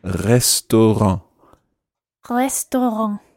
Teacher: it's quite tricky to do and it's this sort of guttural rolled R